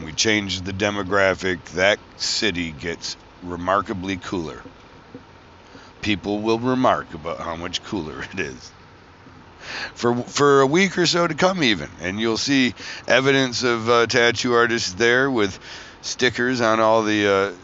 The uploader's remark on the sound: traveling home from Philadelphia Tattoo Festival